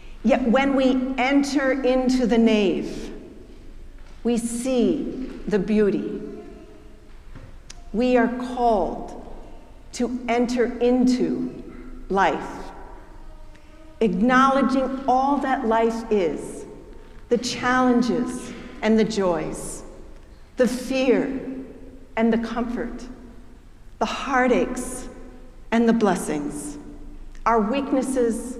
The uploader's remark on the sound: preached at our celebration of the Holy Eucharist service on Easter Day